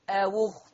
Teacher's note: هننقل ضمة الهمزة إلى الواو